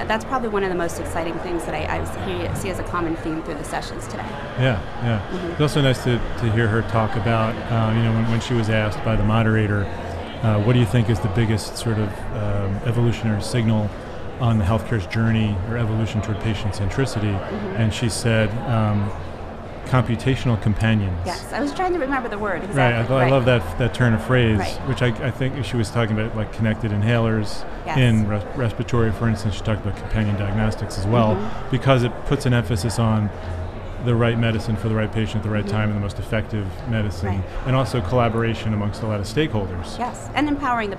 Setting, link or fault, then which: setting, busy venue